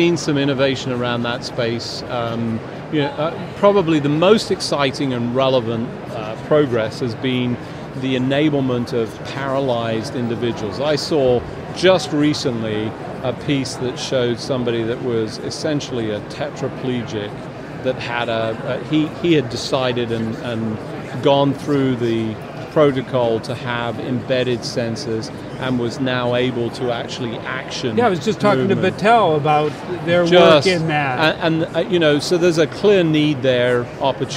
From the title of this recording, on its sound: LIVE from #HiMSS17